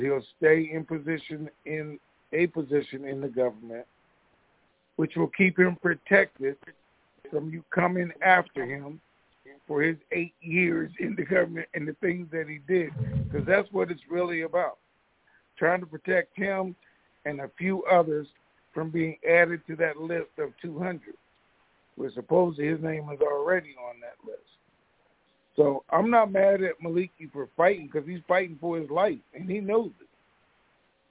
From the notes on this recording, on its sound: TNTSuperfantastic Conference Call